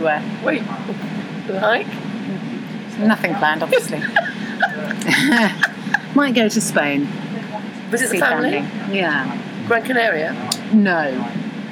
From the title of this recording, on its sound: Talk on a train